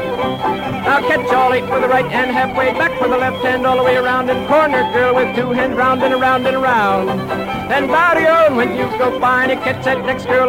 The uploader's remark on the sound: Live Dance Recording of the Santa Monica Jubilee in 1950. Seventy years ago, the Santa Monica Diamond Jubilee was the largest square dance ever, a record held to this day.